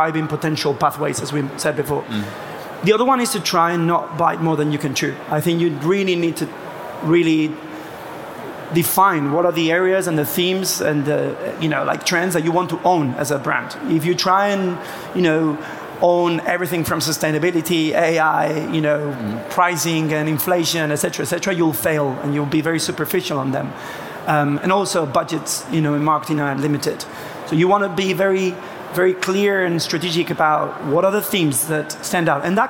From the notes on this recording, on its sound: We brought the podcast to you LIVE from the B2B Marketing Expo at the ExCeL London! Thank you to everyone who attended the session!